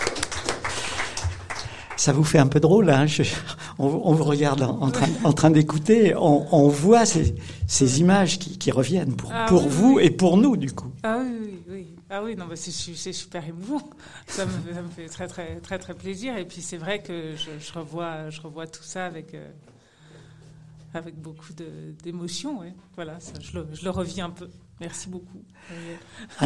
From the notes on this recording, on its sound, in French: Une émission enregistrée en public à la mairie de Rochetaillée.